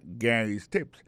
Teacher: accent tombe sous premier syllabe · Term: accent tonique